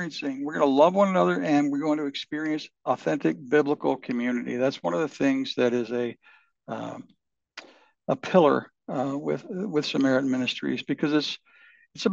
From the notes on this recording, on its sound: Samaritan Q&A Zoom Call. A Zoom Call Q-A we held with Samaritan Ministries and some broadcasters.